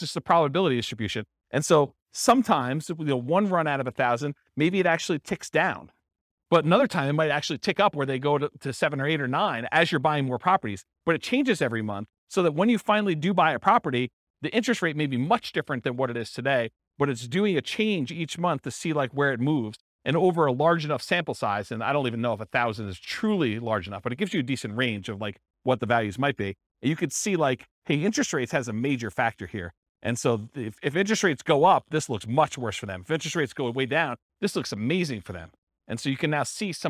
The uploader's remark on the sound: This was a live class recorded